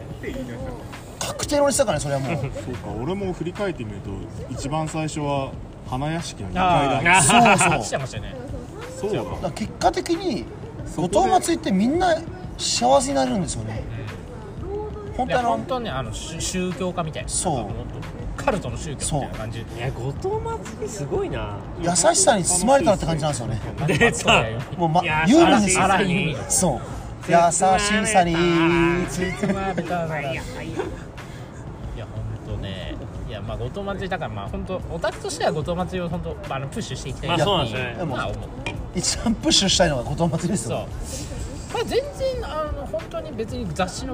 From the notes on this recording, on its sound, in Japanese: 池袋の路上でオタク5人と飲んだところを収録